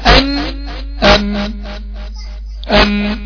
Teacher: طبعا هنا زائد الغنة من الخشومة لأن النون من صفاتها الغنة